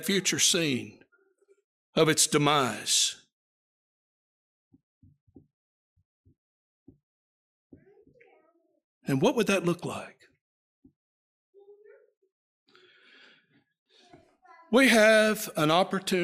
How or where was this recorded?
large echoing room